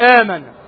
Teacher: سمي بالبدل لإبدال الهمزة حرف مد من جنس حركة الحرف الذي قبلها · Term: مد البدل